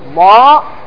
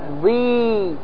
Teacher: وذلك أنه إذا جاء بعد حروف الاستعلاء الألف كان التفخيم أعلى وأقوى مثل ما نطقنا الآن، وإذا كانت مفتوحة فقط وليس بعدها ألف كان أنزل، وإذا كانت مضمومة كان أنزل، وإذا كانت ساكنة كان أنزل، وآخرها في القوة المكسورة. عندما يأتي حرف الاستعلاء مكسور فإنه لا يكون في القوة مثل ما يكون بعده ألف